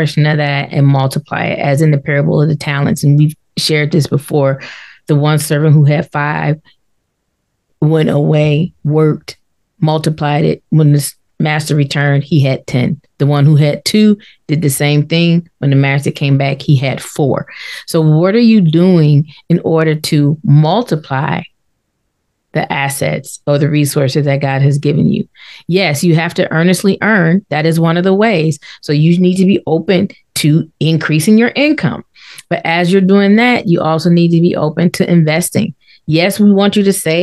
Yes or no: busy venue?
no